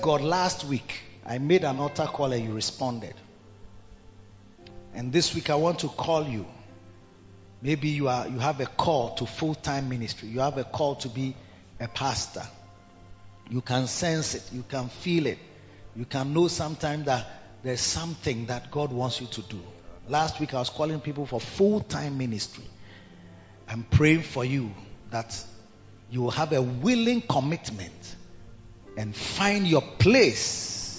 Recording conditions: large echoing room